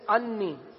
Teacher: اچھا بعض اوقات ایسا بھی ہوتا ہے کہ ہم لام اور نون کو جب قریب قریب ہوتے ہیں تو جب ان کو آپس میں پڑھتے ہیں تو اس طرح پڑھ دیتے ہیں انی، لام جو ہے وہ ختم ہو جاتا ہے، النی کو انی پڑھتے ہیں، آدھا لام ہوتا ہے یا آدھا نون ہوتا ہے یا لام بالکل ختم ہو جاتا ہے، کچھ اس طریقے کی ادائیگی ہوتی ہے.